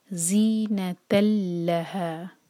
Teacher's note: زی ن، ن ایک حرکہ اور تا کی تنوین کے بعد لام، تو یرملون میں سے یہ ہے، تو یہ ہوگا ادغام بغیر غنہ کا. زینت لہا، یہاں پہ تن کی آواز نہیں آئے گی، بالکل بھی غنہ نہیں کریں گے، ناک میں آواز نہیں لے جائیں گے. زینت لہا، ل ایک حرکہ اور ہا دو حرکہ، ہا مد طبعی ہے.